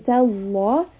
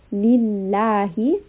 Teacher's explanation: the letter before has a fatha, so the name of Allah becomes heavy · Shown in: first take